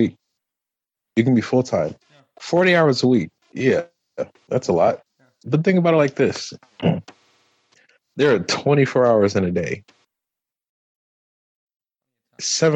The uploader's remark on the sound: SORRY FOR THE AUDIO